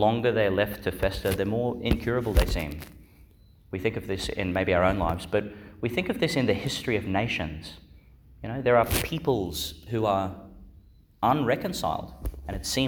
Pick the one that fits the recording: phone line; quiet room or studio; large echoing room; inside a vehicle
large echoing room